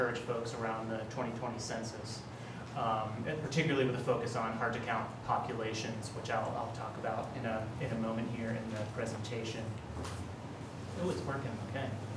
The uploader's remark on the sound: Live recording of Astoria City Council Meeting, August 19, 2019.